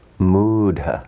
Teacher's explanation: the final guttural, soft aspirate, ha, and the dental hard, ta, are resolved by merging into a cerebral, soft aspirate, dha. In this case, a penultimate u of the root lengthens.